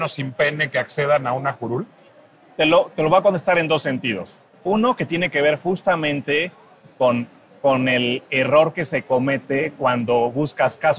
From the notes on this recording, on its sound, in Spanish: Heraldo Podcast transmitió completamente EN VIVO desde la Feria Internacional del Libro (FIL) de Guadalajara.